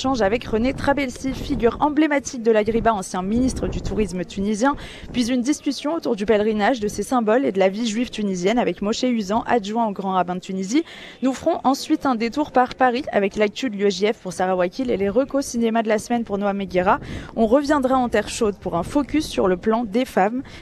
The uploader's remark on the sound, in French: En direct de « La Ghriba » à Djerba